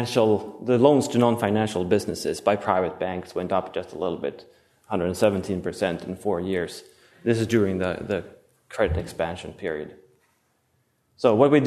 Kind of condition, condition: setting, large echoing room